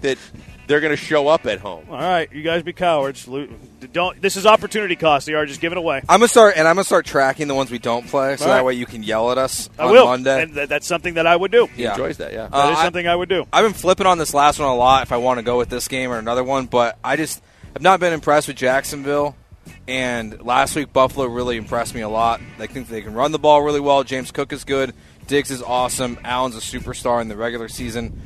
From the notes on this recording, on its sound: Live from East River 9